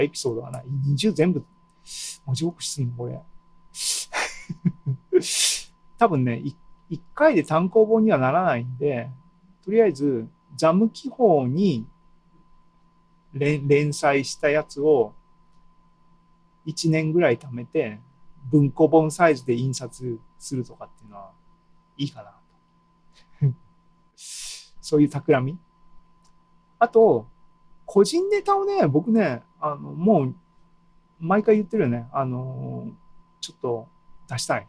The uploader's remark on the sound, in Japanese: ２０２２年７月２７日に開催した ZOOMライブの模様です